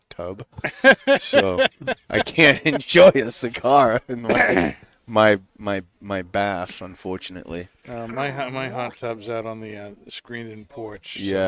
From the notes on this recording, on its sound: Recorded live from the 7-20-4 Lounge!